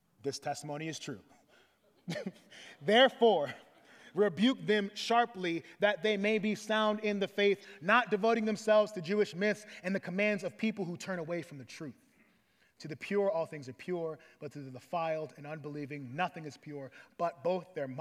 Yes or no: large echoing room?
yes